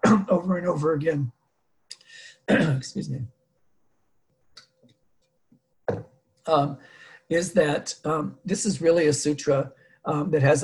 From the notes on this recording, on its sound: Dharma talk via Zoom